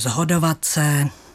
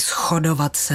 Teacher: Moravská výslovnost upřednostňuje tu znělou podobu · Shown in: first take · takže zhodovat se. · Term: znělostní asimilace